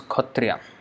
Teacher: And they will write as kshatriya, they will not write as khatriya. The spelling is kshatriya, but the way they pronounce is khatriya.